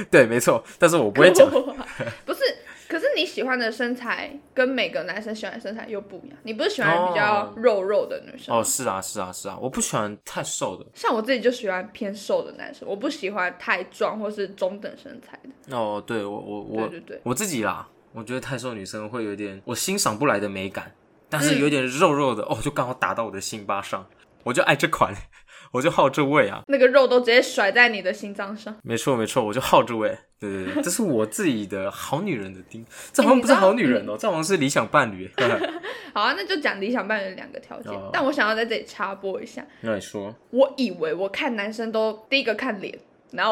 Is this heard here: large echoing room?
no